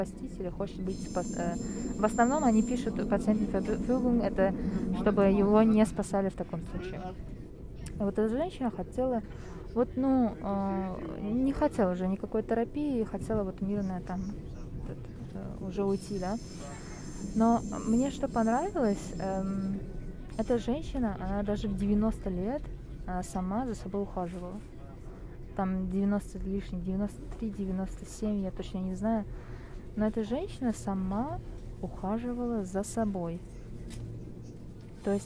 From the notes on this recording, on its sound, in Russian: После утренней смены в поезде рассказываю о своём дне. Несмотря на качество звука и уставшей, но все же счастливой меня, решила поделиться своими впечатлениями после работы.